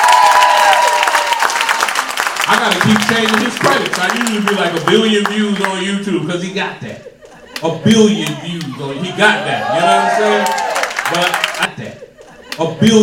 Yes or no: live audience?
yes